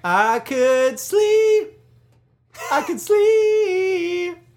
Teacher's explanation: They don't pronounce the P.